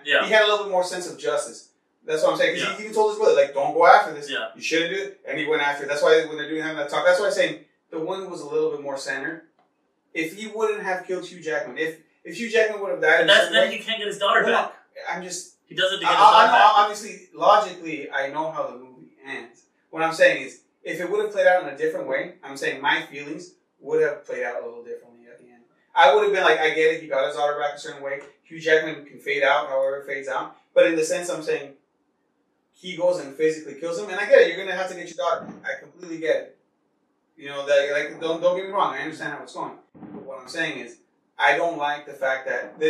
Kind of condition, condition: fault, poor microphone